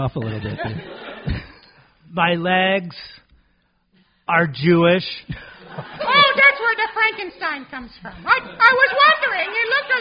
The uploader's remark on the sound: Recorded LIVE in front of an undead audience at BeezlePub's Tavern. The part of BeezlePub's was played by The Magnetic Theatre in Asheville, NC.